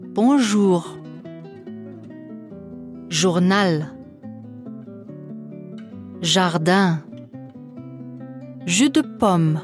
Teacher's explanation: Das J wird wie ein stimmhaftes SCH, wie in Journalist gesprochen.